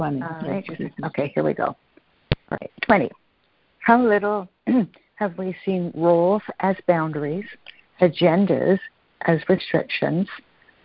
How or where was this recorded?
phone line